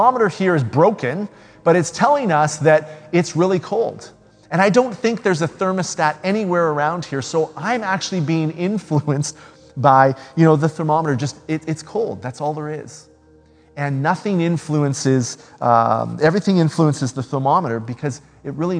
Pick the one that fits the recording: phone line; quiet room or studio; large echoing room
large echoing room